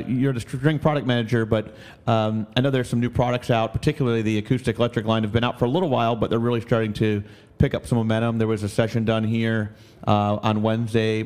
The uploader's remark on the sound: Live from the 75th Midwest Clinic